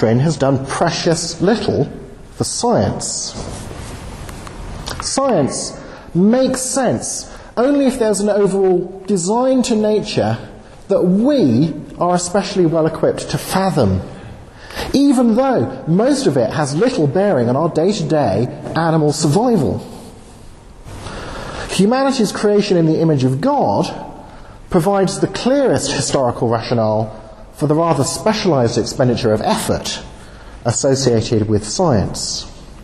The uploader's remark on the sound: Talk given at the 'Christians in Science' Student Conference, London